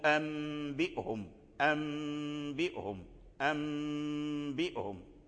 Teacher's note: ثم القلب، والقلب عند حرف واحد، أي تقلب النون الساكنة والتنوين عند الباء تقلب ميما، فتبدل النون الساكنة ميما، وقد مثلنا فيما سبق نحو أنبئهم أنبئهم أنبئهم، فالنون ديال أنبئهم رجع ميما